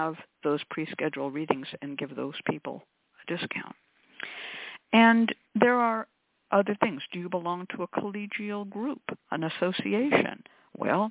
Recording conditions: phone line